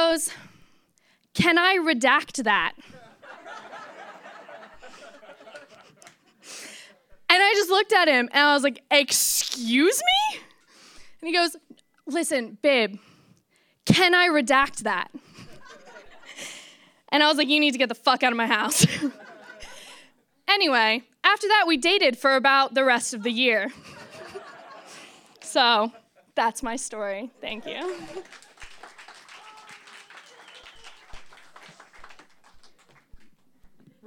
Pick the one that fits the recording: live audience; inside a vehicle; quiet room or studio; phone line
live audience